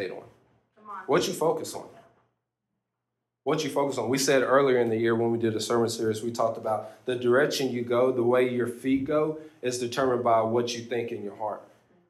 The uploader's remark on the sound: This is a recording (RAW and UNEDITED) of one of our youth services!